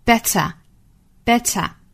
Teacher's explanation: 中间的这个 t 呢，我们要爆破送气，很强烈的一个 t. Better, better,并且尾部是一个元音啊，应该就是 t,后面加一个小小的 schwa sound.